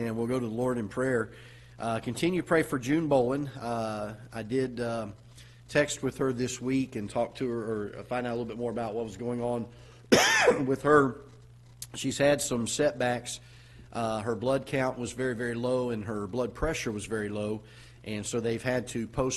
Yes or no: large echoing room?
yes